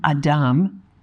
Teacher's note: pronounced Adam Adam with the accent on the second syllable